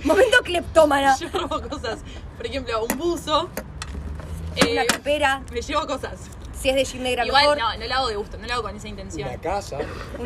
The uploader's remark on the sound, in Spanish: perdón por los ruidos raros